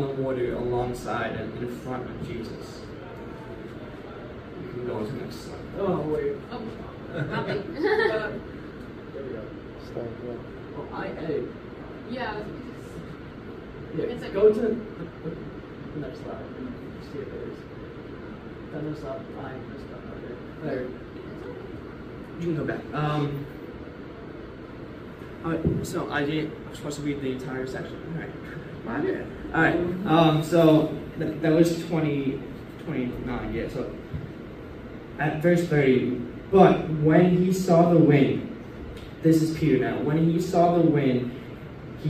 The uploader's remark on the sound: This episode is a recording from my first sermon message I spoke at BASIC. Basic is a Christian fellowship club at my school.